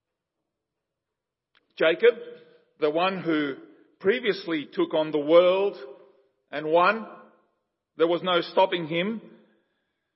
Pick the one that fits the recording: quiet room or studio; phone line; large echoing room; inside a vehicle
large echoing room